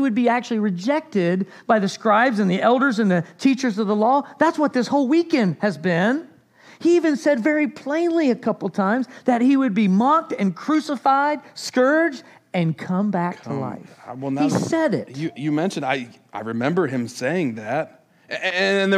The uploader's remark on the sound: This was the message from the Easter At The Crossing services at The Crossing, DE in Milton, Delaware.